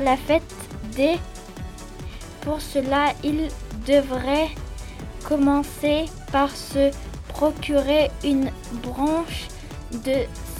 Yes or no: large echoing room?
no